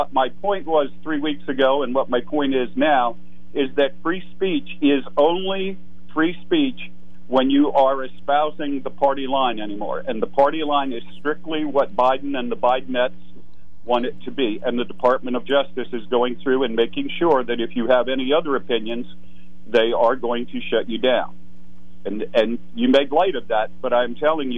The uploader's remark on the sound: open phones